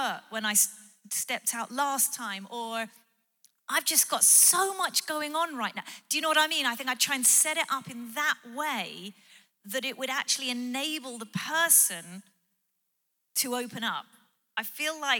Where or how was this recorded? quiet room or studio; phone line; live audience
live audience